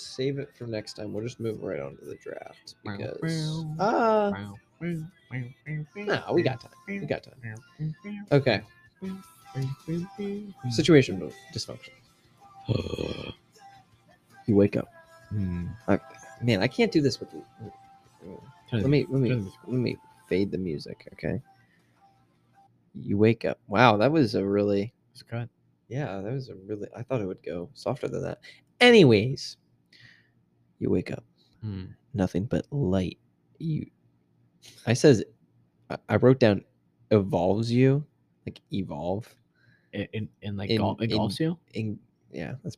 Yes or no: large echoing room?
no